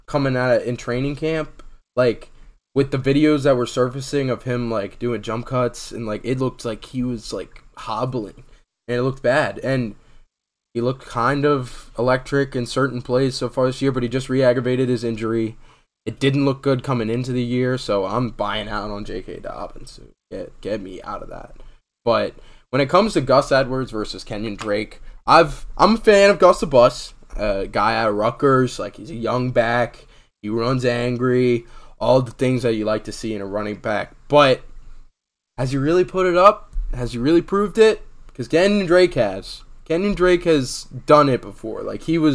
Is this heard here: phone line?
no